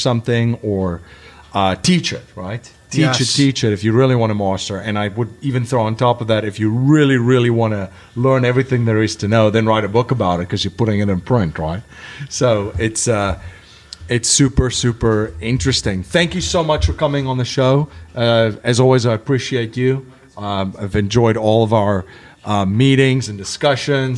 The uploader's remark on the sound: live at the Hive in Trenton, New Jersey